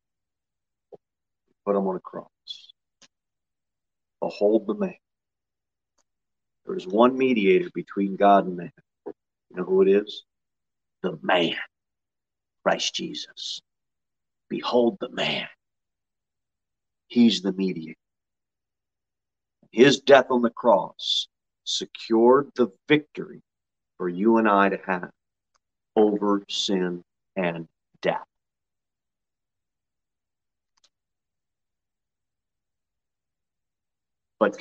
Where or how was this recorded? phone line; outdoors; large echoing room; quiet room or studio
large echoing room